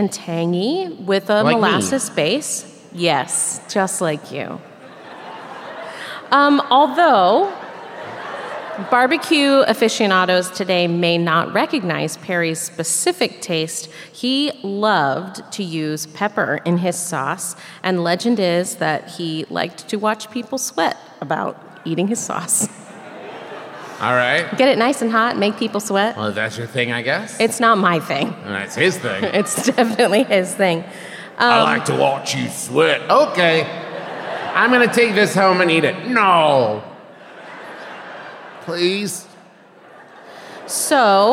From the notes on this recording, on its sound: This week’s episode is the LIVE show from Kansas City, MO!